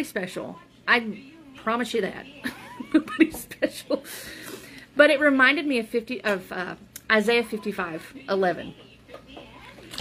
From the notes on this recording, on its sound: There is very low back ground noise.